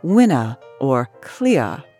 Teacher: mid-Atlantic speakers drop their R's at the ends of words like winner or clear, saying winna or clear. · Term: lack of rhoticity